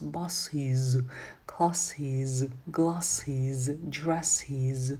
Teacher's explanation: Смотрите, немножко оглушайте после су-шу-чу всех наших шипящих, извиняющих, да, су-зу. Окончание «ес», которое мы добавляем, будет читаться звонко звуком «из»